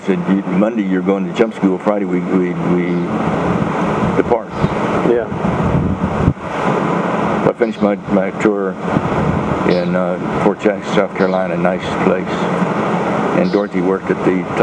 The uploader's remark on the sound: recorded a couple years ago on a very windy night